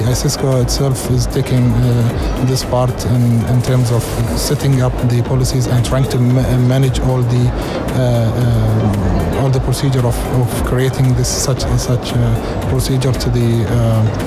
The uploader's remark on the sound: Live from SIBF